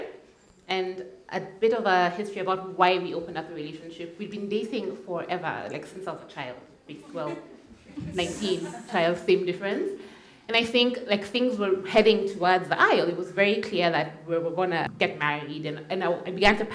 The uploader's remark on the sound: A lot of the audience chimed into this conversation and we were able to capture opposing views on open relationships. We were also able to share more of the live music performed on the night of the recording.